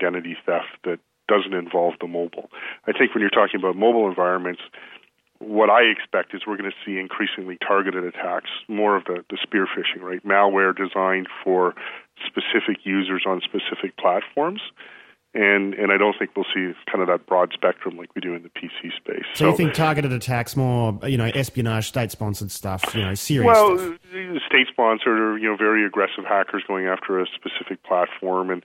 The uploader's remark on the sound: I spoke to him by phone